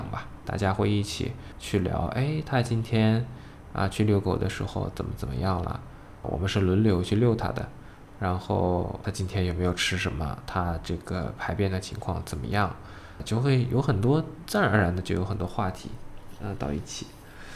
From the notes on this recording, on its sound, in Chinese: 录音时风噪没有完全处理好